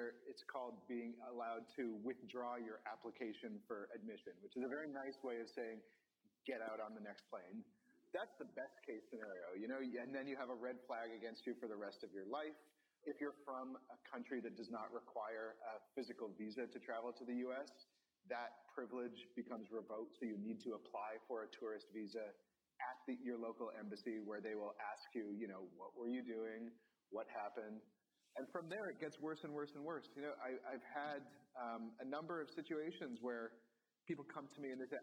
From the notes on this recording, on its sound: This panel live from Wire Festival. In this panel recorded live at Wire Festival in New York.